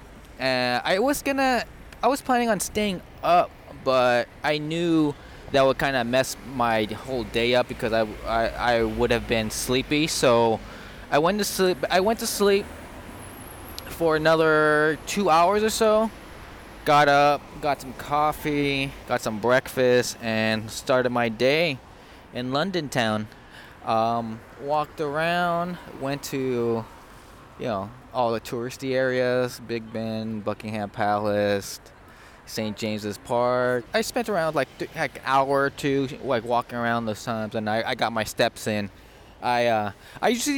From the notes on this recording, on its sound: Hey mom, I’m in London (again)! I recorded this on my iPhone and edited it all on my iPad using an app called Ferrite so there’s some background noise as I was walking around the city.